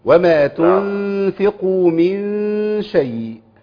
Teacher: عايزين بقى نعمل غنى عند النون مع الشين